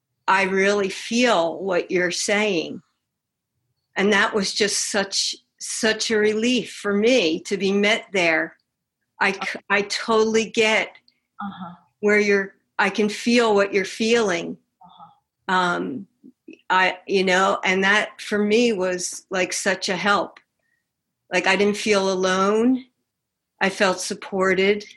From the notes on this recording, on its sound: Zoom, 9/5/2020. In open discussion with the on-line sangha.